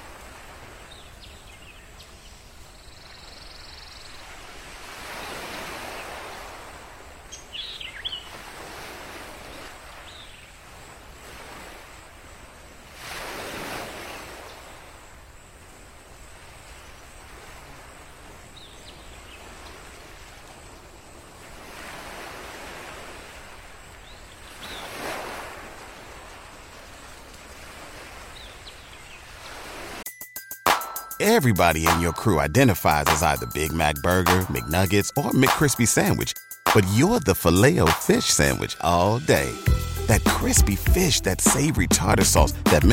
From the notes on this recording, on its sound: Come to the exclusive seaside cabin to enjoy the quiet night atmosphere with wind chimes, waves, birdsong and the sounds of nature.